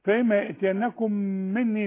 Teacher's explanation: ميم مع ميم إدغام، مني النون لازم تغن